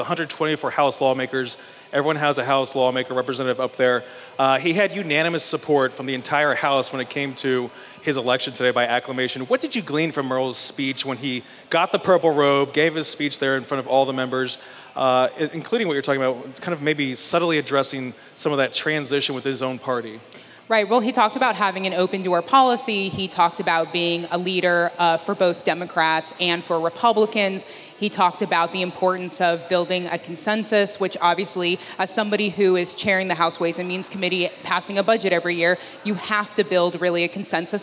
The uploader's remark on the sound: Live from Sumter Original Brewery.